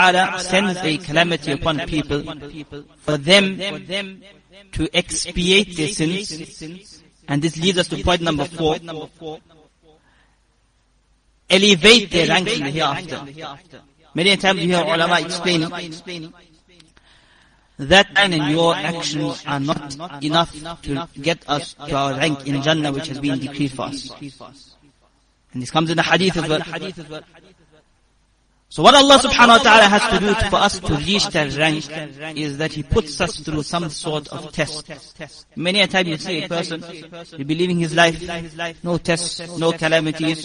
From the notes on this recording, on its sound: Jumuah lecture